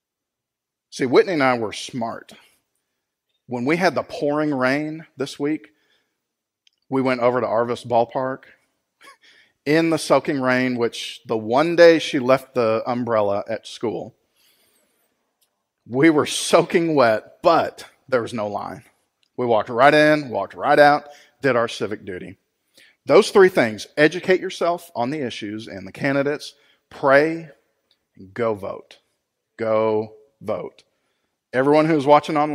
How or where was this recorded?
large echoing room